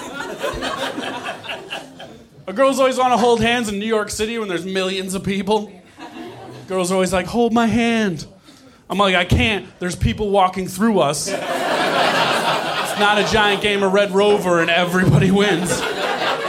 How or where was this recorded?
live audience